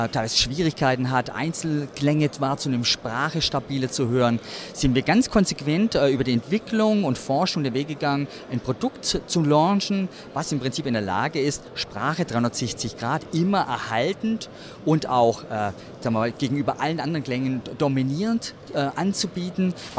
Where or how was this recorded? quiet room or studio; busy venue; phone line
busy venue